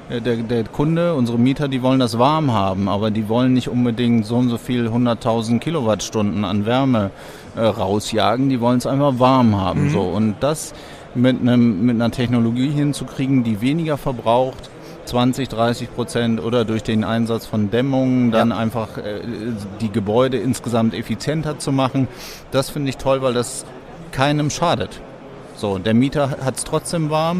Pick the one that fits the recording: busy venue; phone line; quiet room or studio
busy venue